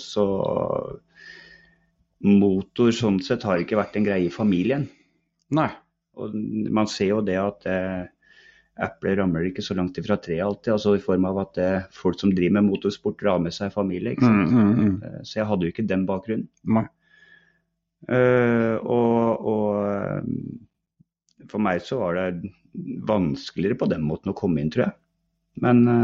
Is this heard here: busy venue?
no